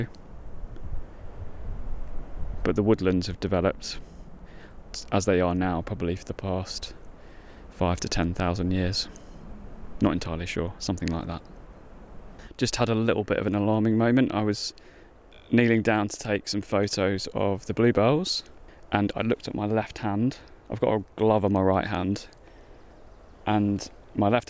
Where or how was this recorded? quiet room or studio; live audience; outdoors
outdoors